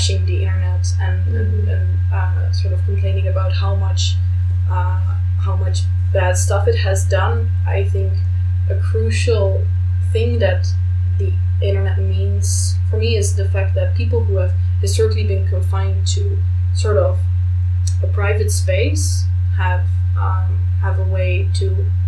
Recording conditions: poor sound quality